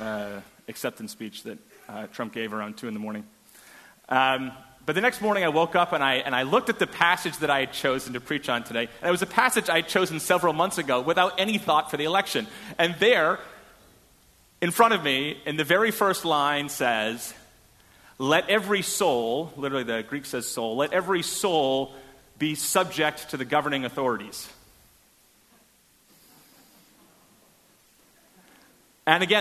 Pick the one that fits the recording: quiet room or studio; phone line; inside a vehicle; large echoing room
large echoing room